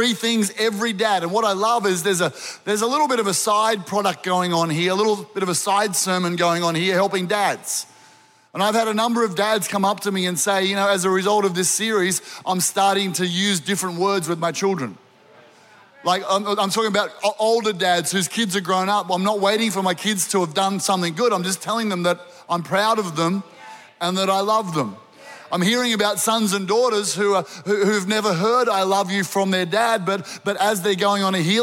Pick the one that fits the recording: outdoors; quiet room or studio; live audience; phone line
live audience